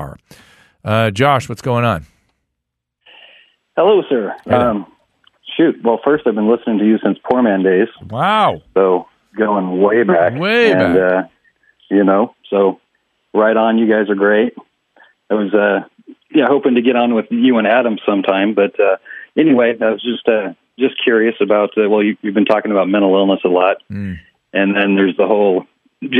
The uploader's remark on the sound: heads to the phone lines